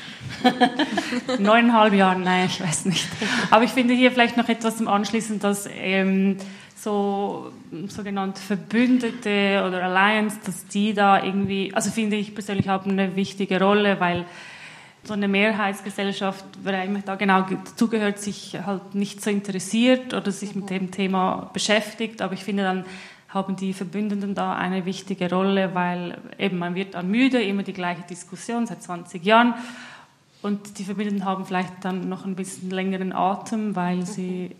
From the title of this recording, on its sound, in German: öffentlichen Podiumsdiskussion